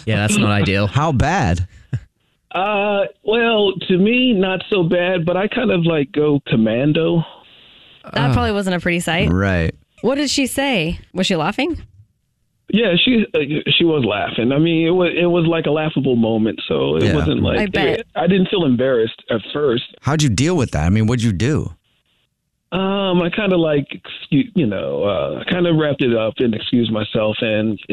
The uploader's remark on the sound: called into The Jubal Show